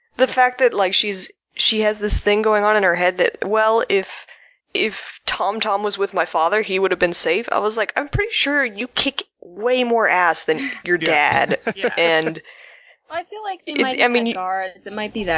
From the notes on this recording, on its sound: The audio was reclaimed from several records, apologies for the varying quality.